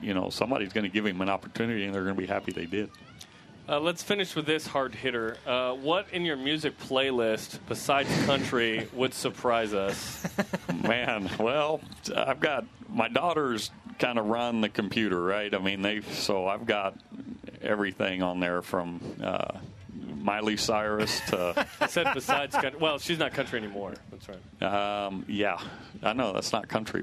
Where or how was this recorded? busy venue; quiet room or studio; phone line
busy venue